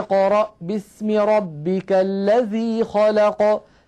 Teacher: القاف وقعت وسط الكلام فهي مقلقلة لكنها أقل وضوحا من الفلق التي وقفنا عليها، أو الذي خلق القاف من كلمة خلق.